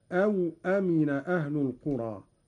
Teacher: قرأ قالون بإسكان الواو هكذا: أو أمن أهل القرى، على أن أو حرف عطف للتقسيم، والمعنى أفأمنوا إحدى العقوبتين.